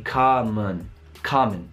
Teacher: in common ci sono due vocali diverse, la a e poi lo schwa